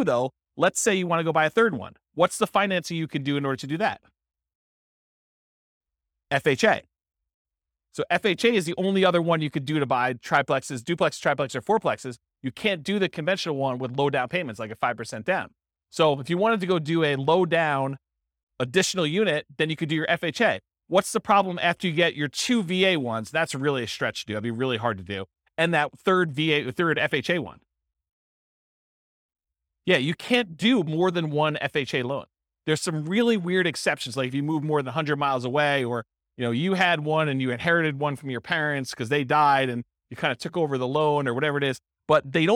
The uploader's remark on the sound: This was a live class recorded